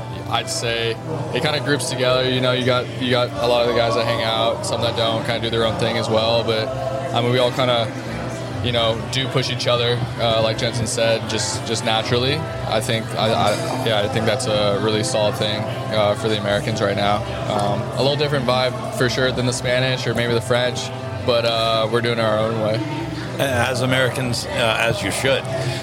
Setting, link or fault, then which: setting, busy venue